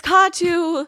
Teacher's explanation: And then also, like a lot of Middle Eastern names and words, the emphasis is on the first syllable and not the second